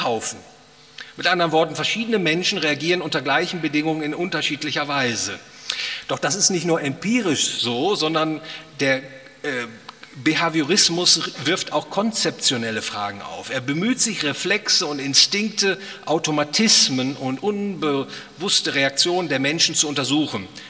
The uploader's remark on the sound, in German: aufgenommen auf dem Ludwig von Mises Seminar